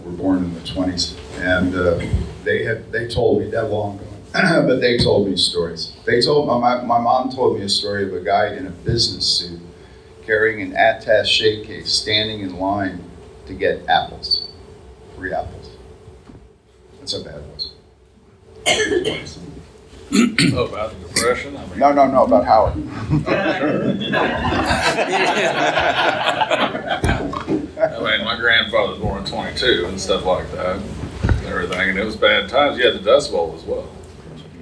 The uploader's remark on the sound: we present another recording from Howard Days 2022!